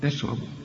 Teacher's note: الراء هي المفخمة، رقق التاء والشين، وانا قلت لك قبل كده كل شين في القرآن مرققة وكل تاء في القرآن مرققة.